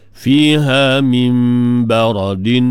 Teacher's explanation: nun mati, jumpa dengan ba, hukum dia iqlab. Atas nun mati, dia tak buah tanda sukun, dia tambah dengan tanda mim, menunjukkan hukum iqlab.